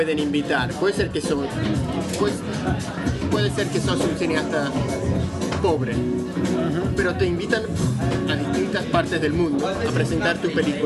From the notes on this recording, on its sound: live from Café Kick--in Spanish